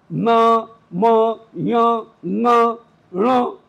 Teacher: आधी नाक से निकल रही है, आधा मुख से निकल रहा है, न म य न ण, इनमें मुख से भी निकल रही है, नाक से भी कहीं वायु निकल रही है, तो अनुनासिक हो गया स्थान।